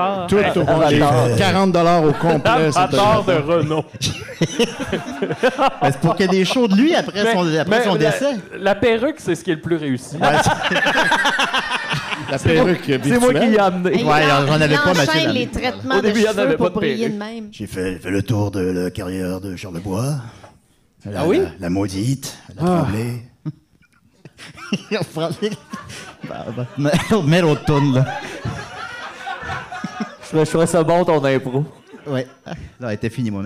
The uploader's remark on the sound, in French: Live au O Patro Vys. Cet épisode spécial enregistré au chic O Patro Vys!